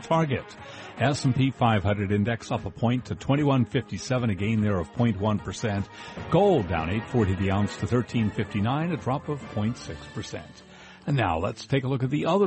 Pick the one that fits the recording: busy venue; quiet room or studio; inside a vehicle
busy venue